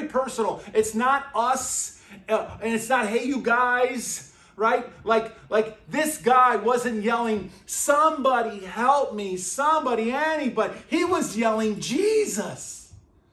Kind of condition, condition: setting, large echoing room